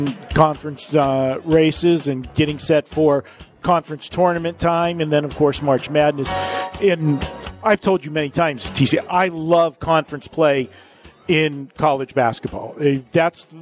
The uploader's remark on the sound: Live from the Super Book at Westgate Las Vegas